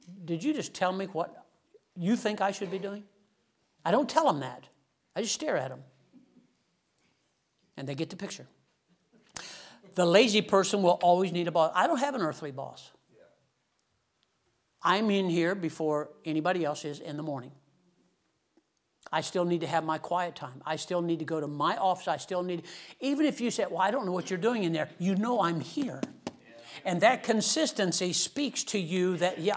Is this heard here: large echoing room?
yes